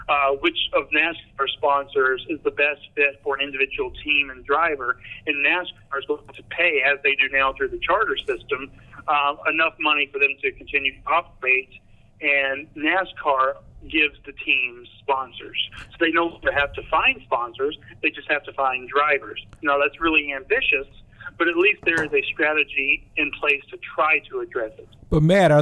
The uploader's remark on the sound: On a phone call with resident NASCAR reporter.